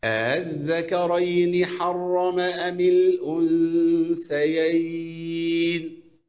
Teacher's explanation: التسهيل إن أنا سهل الهمزة الثانية بين الهمزة وأصل الحركة